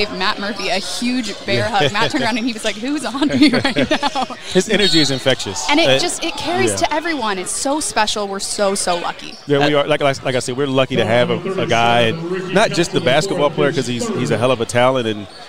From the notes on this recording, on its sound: live from NBA 2K24 Summer League 2023 in Las Vegas